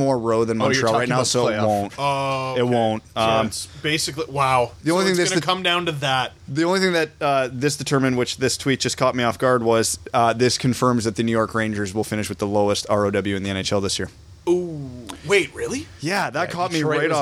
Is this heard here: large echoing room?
no